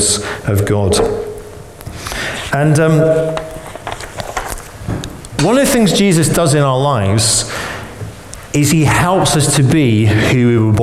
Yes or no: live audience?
yes